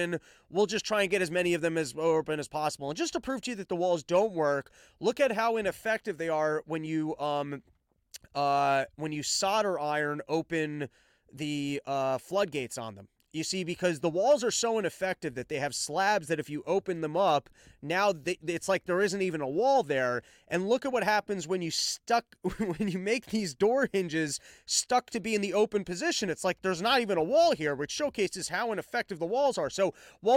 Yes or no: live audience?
no